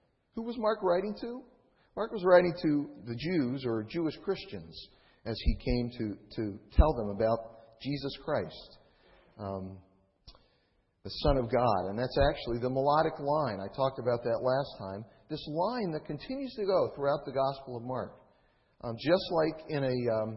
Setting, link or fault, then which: setting, large echoing room